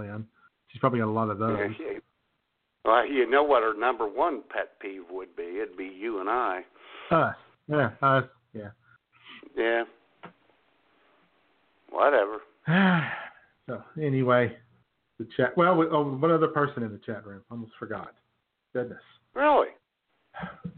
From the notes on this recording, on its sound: The phone lines will be open. For anyone and everyone to call in and share their favorite jokes. Internet radio.